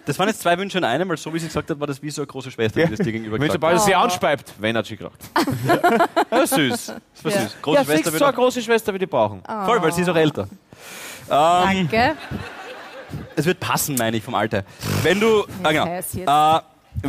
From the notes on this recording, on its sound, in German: Hawi D'Ehre LIVE - WIEN. Aus dem Theater im Park, Wien.